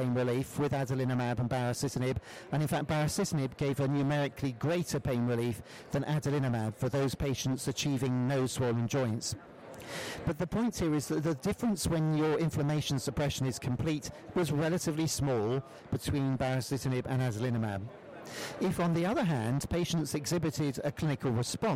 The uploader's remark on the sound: Congress Author Podcast - ACR 2019. Recorded at ACR 2019.